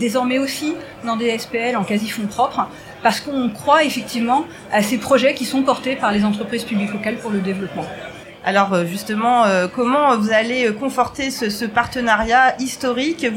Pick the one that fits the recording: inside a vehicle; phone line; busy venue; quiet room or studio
busy venue